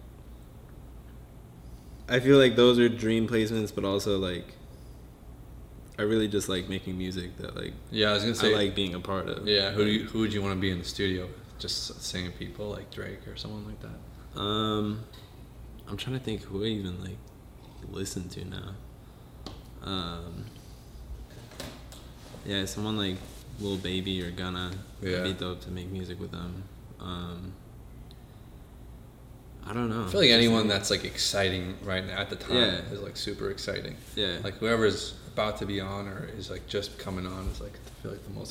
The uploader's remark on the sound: This was the FIRST EPISODE EVER that was recorded in person. It was recorded on my camera mic so excuse the reverb.